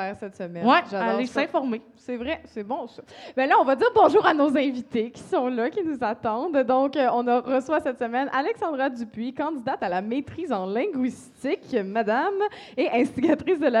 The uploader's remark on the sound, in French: Enregistré devant public. À La Cale Pub Zéro Déchet au 6839 rue St-Hubert à Montréal.